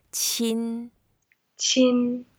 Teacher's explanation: the word qin, when we pronounce it, is the first tone, so we make it flat.